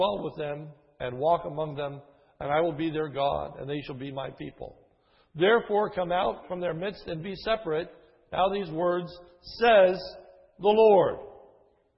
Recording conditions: large echoing room